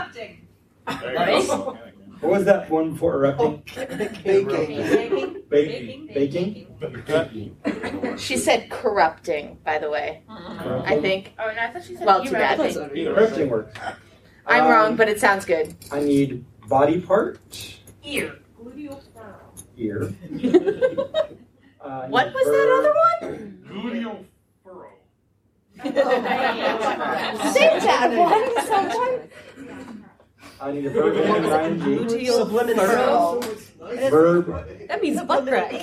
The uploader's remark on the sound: Balticon Bonus Episode. A group of authors and podcasters have taken scenes from romance novels and turn them into madlibs live with the audience.